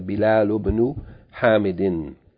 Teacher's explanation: the Hamzatul Wasl, the Aleph from Ibn, is also omitted in this case. And these two words are joined directly together.